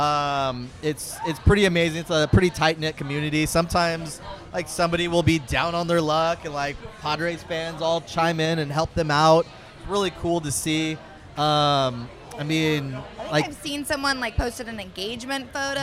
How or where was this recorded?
busy venue